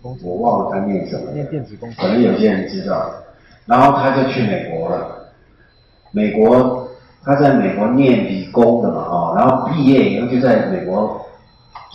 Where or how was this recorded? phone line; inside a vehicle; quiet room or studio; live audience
live audience